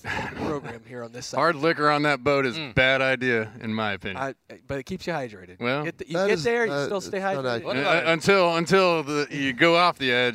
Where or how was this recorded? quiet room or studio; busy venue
busy venue